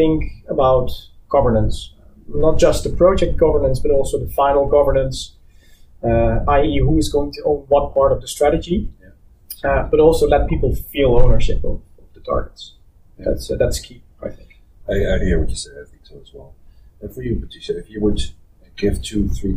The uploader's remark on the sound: Due to some technical issues, the quality of the sound is not as good as you are used to from us.